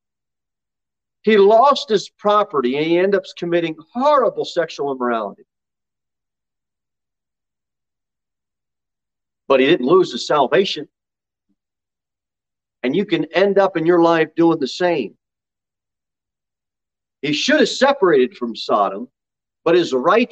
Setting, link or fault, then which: setting, large echoing room